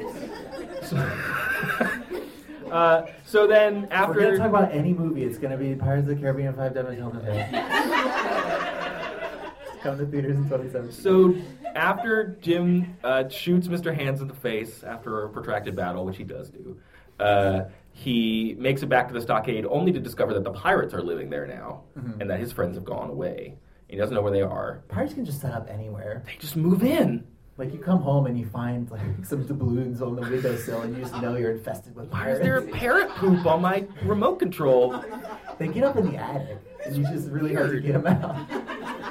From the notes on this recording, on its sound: Live in Philly. It's a live show! At our live show at the Free Library of Philadelphia.